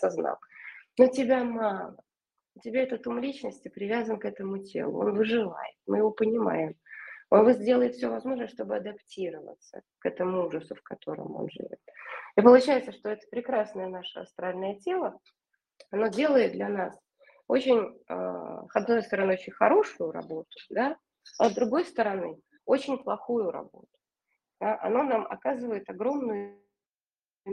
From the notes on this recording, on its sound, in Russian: Запись Вебинара от Академии сверхсознательного коучинга Omline. Запись Вебинара от Академии сверхсознательного коучинга Omline.